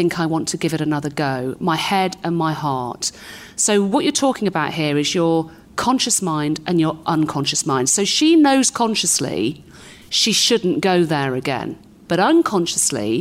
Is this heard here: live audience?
yes